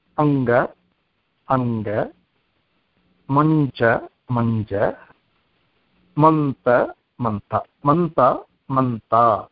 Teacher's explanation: अनुस्वारस्य स्थाने अग्रिमवर्णस्य वर्गीयपञ्चमादेशः भवति · Term: परसवर्णः